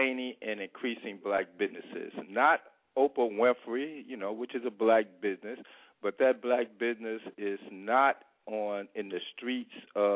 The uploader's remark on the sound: Join us as Black Wall Street Districts across the nation call in to update the country on what's going on in their communities.